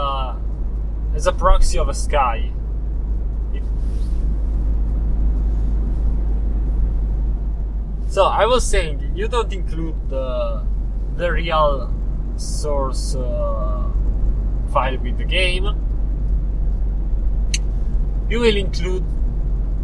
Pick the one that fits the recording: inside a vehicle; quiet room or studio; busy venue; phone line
inside a vehicle